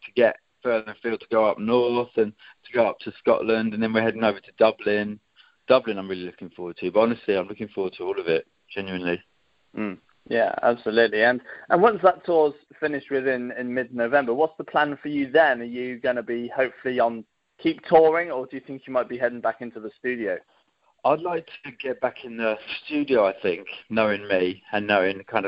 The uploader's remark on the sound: Phone interview